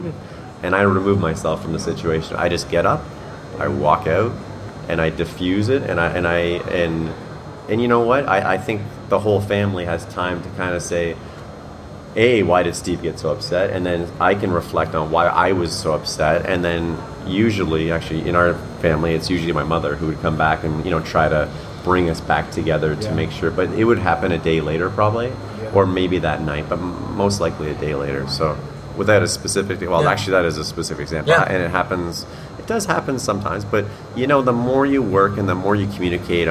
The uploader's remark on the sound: Live from HPBEXPO. At the HPBExpo. For a live conversation.